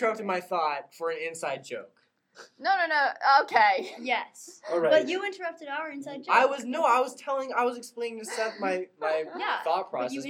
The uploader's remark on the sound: This one got messed up while recording, and kind of sounds like it was recorded inside of a vacuum cleaner. I did my best to clean it up while editing, but it's still rough.